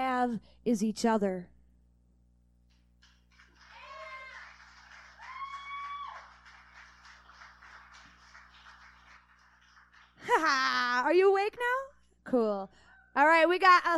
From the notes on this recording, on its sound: An Open-Mic from November of 2000. From the Detroit Poetry Slam in Hamtramck Michigan.